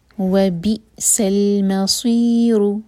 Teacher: سین پر وسل sound, C T کی آواز کلیئر آنی چاہیے. وہ بی سیل لام پر جھٹکا نہ ہو، لام سکون ہے.